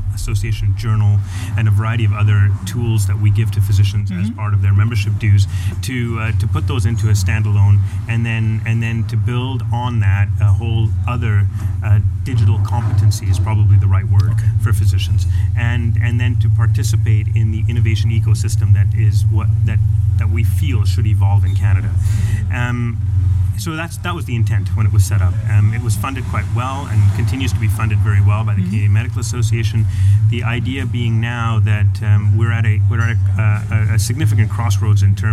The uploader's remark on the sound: 40 degrees celsius, sitting outside. In an awesome coffee-bar in Scheveningen (The Hague).